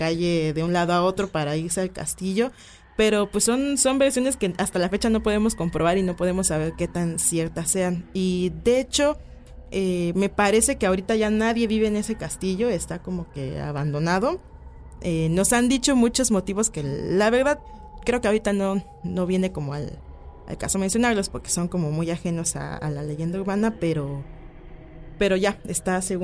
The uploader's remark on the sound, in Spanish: En vivo desde el Baúl